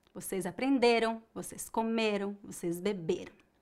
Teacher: Note que a sílaba tônica é a penúltima e a pronúncia das letras R e M no final é bem fraca.